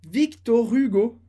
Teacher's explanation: a gente faz uma liaison com o nome dele, Victor Hugo. Com o O no final.